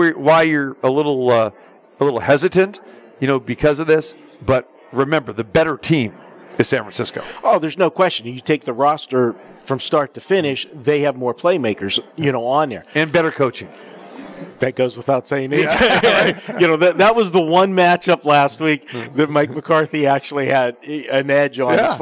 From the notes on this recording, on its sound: Live From the Superbook at the Westgate Las Vegas